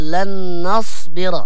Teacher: النون مرققة لأنها مجاورة الصاد، فالإنسان لما يقرأ أحيانا يفخم النون مع الصاد هكذا.